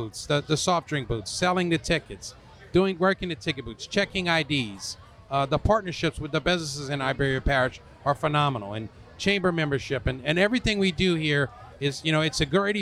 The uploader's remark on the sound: recorded at the World Gumbo Championship Cookoff in New Iberia, LA